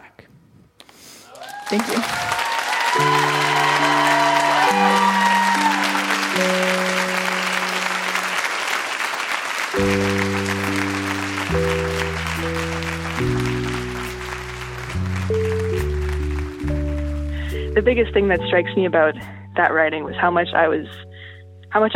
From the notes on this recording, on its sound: Recorded live at the Park Theatre in Winnipeg.